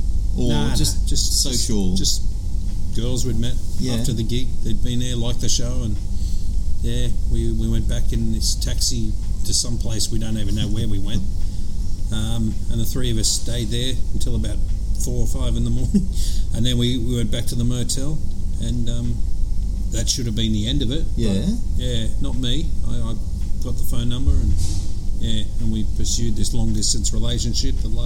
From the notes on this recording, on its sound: recording live from the Brighton Lakes Recreation & Golf Club in Moorebank.